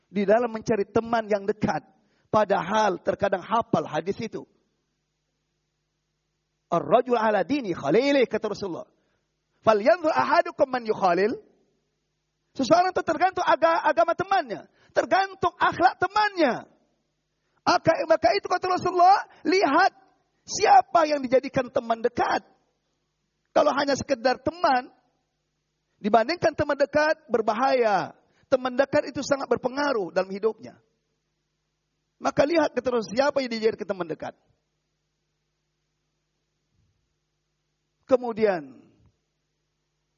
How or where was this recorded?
large echoing room